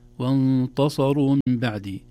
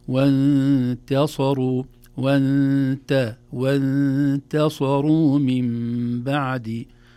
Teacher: تصبح التاء قريبة من الطاء بسبب مجاورتها للصاد · Shown in: first take · لكن نرقيقها وانتصروا وانتصروا من بعدي.